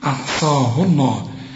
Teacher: ما دام الهاء مضمومة يبقى لفظ الجلالة هنا مفخم